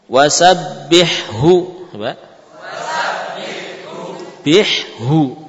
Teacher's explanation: Yang sukun ha, berikutnya hu dari pangkal tenggorokan. · Term: idhar